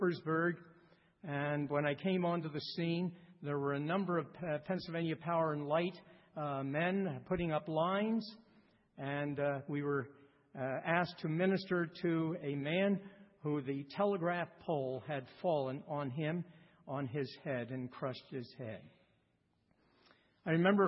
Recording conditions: large echoing room